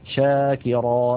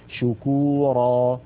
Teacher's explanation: التفشي هو انتشار صوت الشين من مخرجه حتى يصطدم بالصفحة الداخلية للأسنان العليا، والرسمة التي على الجهة اليمنى من اللوحة تبين كيف أن مبدأ صوت الشين هو من وسط اللسان ثم يصطدم ذلك الصوت بالأسنان العليا من الداخل، فيحدث هذا الانتشار للصوت الذي يعطي الشين مذاقا خاصا وقوة في السمع.